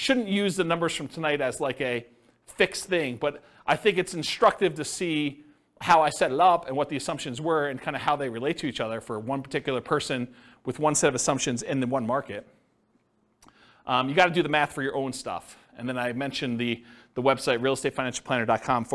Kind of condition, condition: setting, live audience